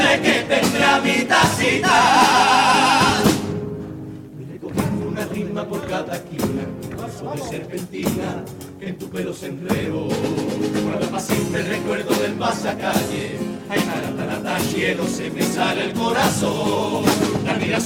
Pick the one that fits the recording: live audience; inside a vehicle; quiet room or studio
live audience